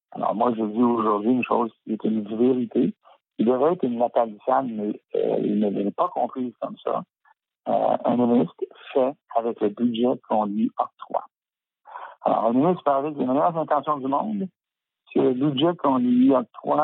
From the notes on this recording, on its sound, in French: reçoit au téléphone